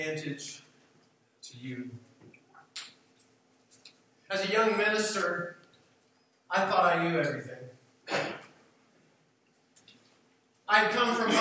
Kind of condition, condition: fault, poor sound quality